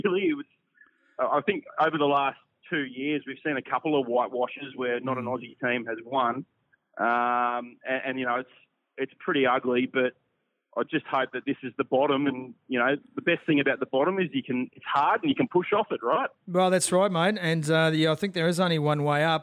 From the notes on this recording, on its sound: over the phone